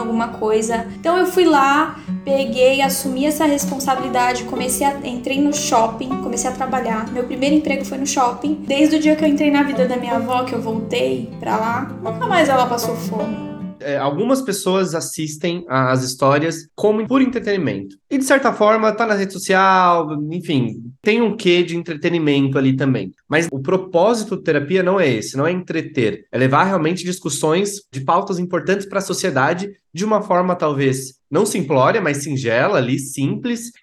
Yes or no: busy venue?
no